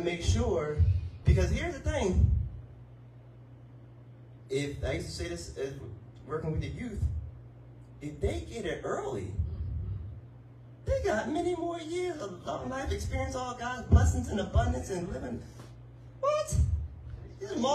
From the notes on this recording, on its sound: Sermon audio